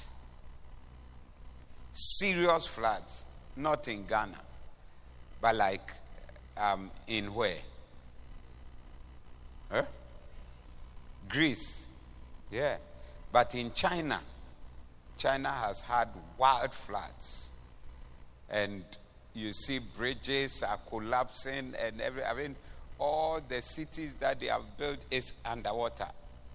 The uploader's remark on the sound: Preached at the Doxa Service 10092023